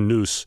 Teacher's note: Pretty far north, and that is in words like news. She says the Z at the end, more or less like an S, so it sounds like noose.